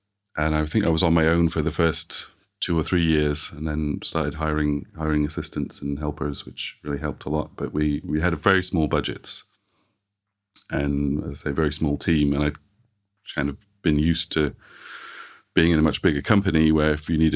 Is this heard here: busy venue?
no